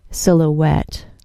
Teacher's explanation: The first syllable of silhouette has a short I sound, and the last syllable sounds like wet.